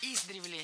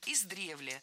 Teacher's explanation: Правильный вариант – издревле. В этом слове ударение ставим на второй слог. · Shown in: second take